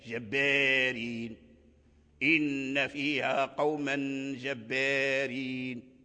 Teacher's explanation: فورش أمال هذا الأليف الذي قبل الراء في جبارين · Term: الإمالة